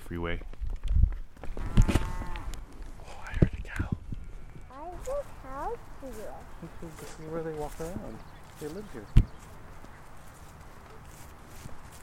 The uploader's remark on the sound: Went hiking with the kiddo and the friends. This short episode has sounds from the hike.